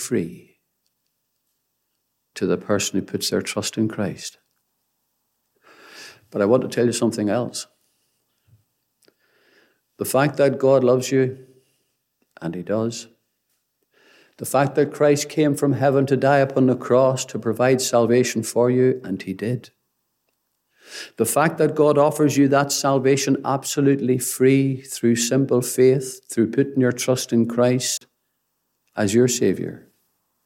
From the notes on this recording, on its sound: Gospel Audio Recording from Ballyclare Gospel Hall